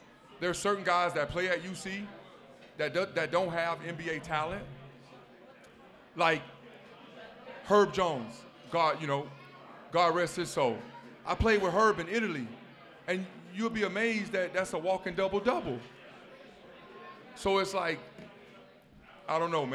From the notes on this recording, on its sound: LIVE at Mio's!